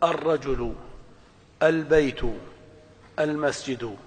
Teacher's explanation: إذن فالكلام هنا على حركة همزة الوصل إذا بدأت بها. والجواب أن همزة الوصل تفتح في ال